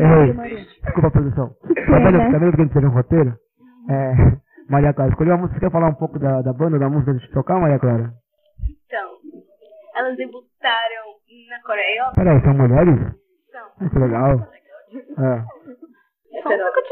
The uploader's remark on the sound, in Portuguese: City Jaraguá, São Paulo, SP. Episódio piloto, ainda com alguns problemas na captação de áudio, onde apresentamos quem somos. Na EMEF Dr.